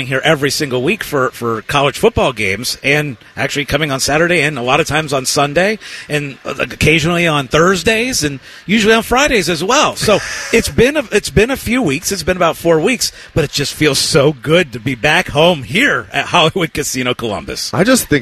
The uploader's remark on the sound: live from Hollywood Casino